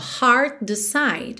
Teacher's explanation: Você junta num som só, heart decide, já que T e D são primos, muito próximos · Term: ligação das palavras